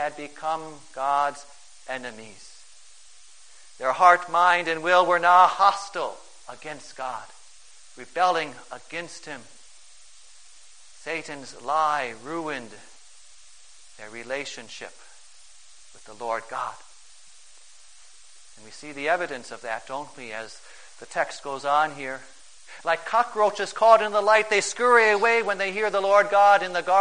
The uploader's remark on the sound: Preached on March 13, 2011, for the First Sunday in Lent, at St.